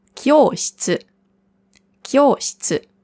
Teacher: Kyoshitsu, also nicht shi-tsu, sondern shi-tsu. Das I hört man nicht oder fast nicht.